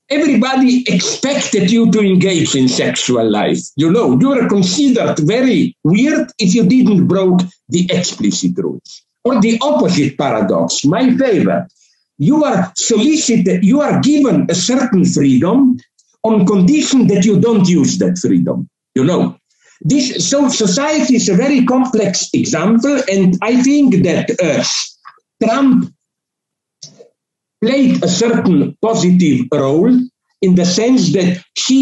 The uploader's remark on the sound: A talk delivered for the Kobani University in Syria via Zoom (due to covid-19 circumstances).